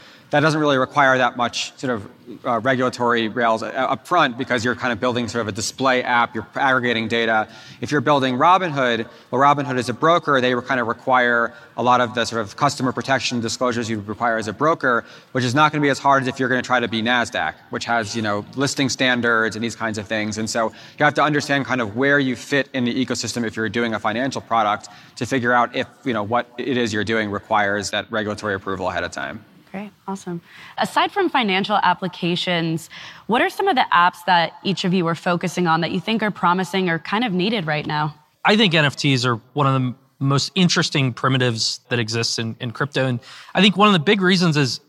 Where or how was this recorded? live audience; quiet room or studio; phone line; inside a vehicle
live audience